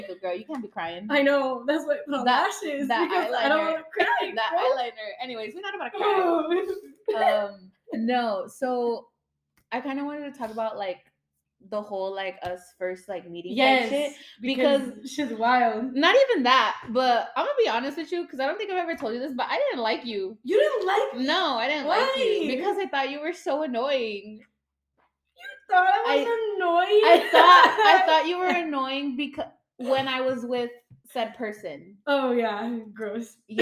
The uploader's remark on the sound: This episode is very loud and messy but just a simple conversation between friends.